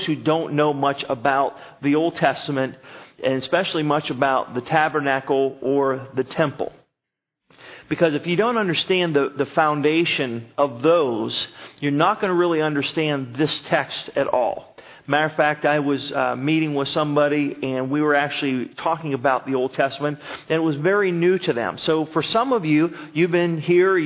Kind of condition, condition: setting, large echoing room